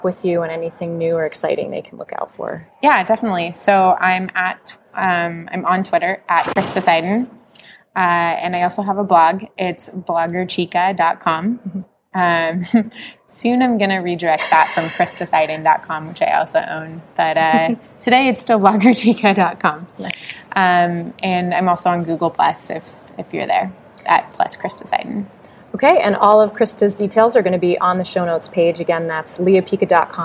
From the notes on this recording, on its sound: On location during our speaking stint at the LovesData Analytics Conference in...Australia!